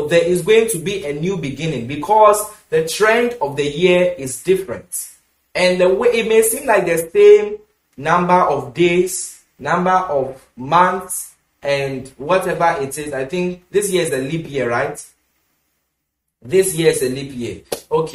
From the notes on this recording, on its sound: Preached at The Super Wednesday Midweek Service, Love Arena Church, Accra.